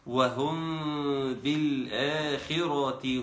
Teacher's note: ميم ساكنة، أتى بعدها حرف الباء، وبالتالي يكون حكمها الإخفاء